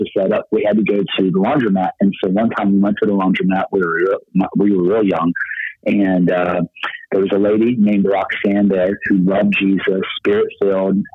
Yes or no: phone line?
yes